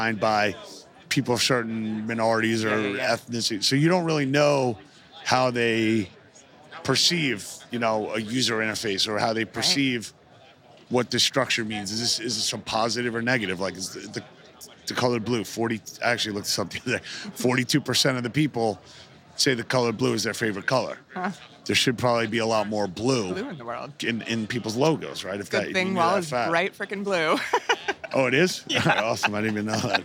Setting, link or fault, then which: setting, busy venue